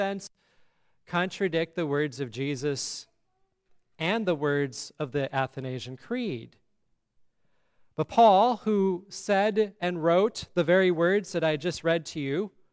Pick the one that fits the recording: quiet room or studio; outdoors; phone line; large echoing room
large echoing room